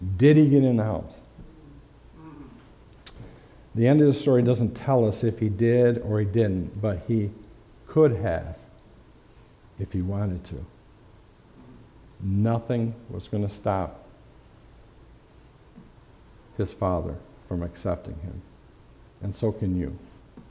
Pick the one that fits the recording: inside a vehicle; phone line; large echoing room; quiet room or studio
large echoing room